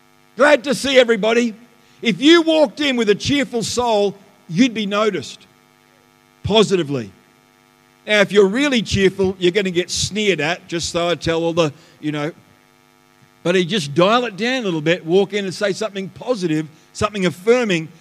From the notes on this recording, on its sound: The live stream of Destiny Church Atherton